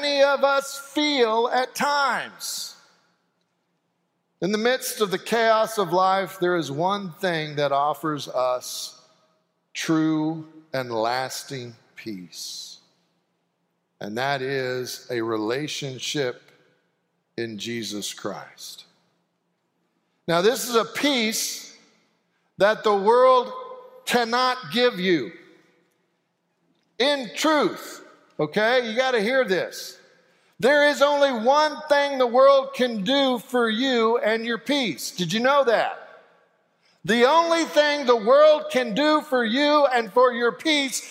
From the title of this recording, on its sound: Sanctuary Service